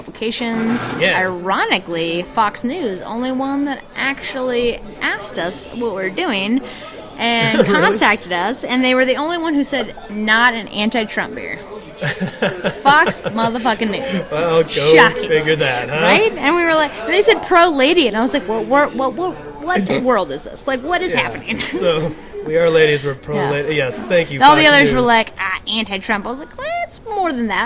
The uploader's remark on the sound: Suns out Party Guns out at Goldspot Brewing